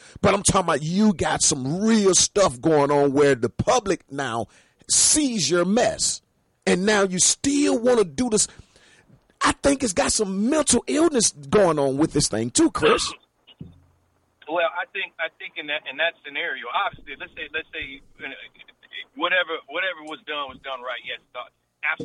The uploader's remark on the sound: with our special call in guest